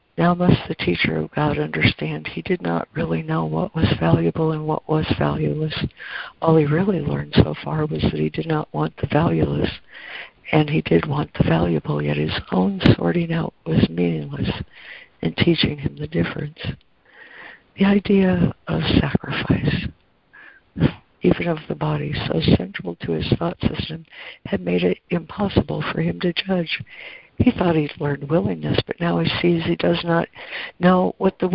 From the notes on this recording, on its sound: ACIM Daily Conference Call